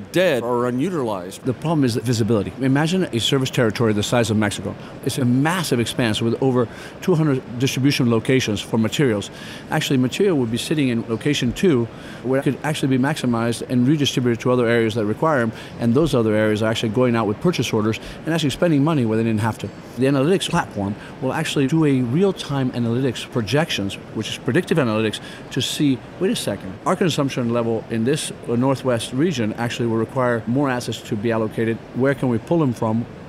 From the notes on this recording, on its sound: Recorded at SAPPHIRE NOW 2016.